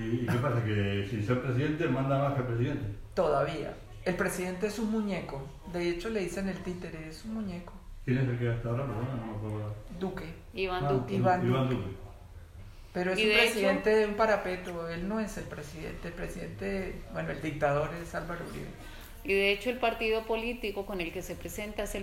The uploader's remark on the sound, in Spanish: Presentación en la librería 80 mundos, en Alicante.